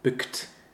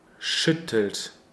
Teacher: And there we have that open U umlaut sound.